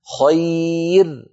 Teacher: قل خير براء مرققة